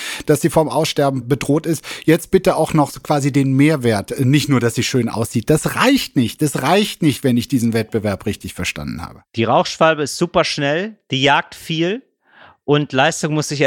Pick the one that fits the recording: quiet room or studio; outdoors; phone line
quiet room or studio